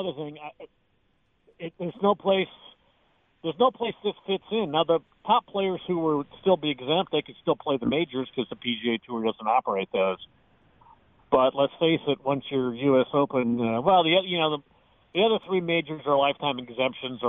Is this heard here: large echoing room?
no